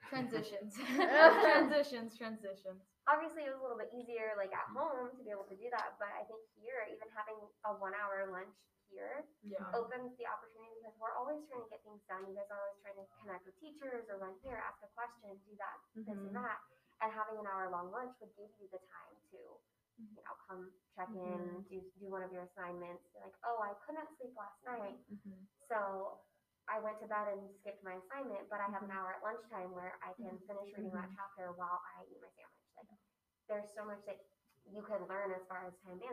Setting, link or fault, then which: fault, uneven or low level